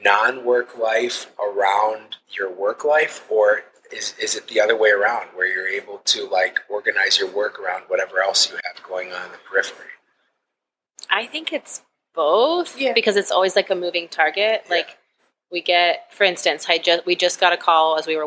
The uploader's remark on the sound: This episode of the Triple D Podcast was recorded at Six Shooter coffee on Pearl Road in Cleveland.